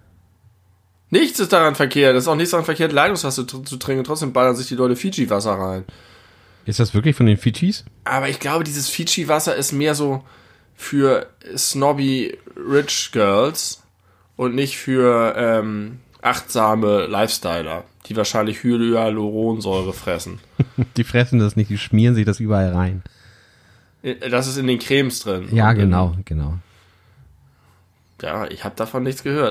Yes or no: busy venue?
no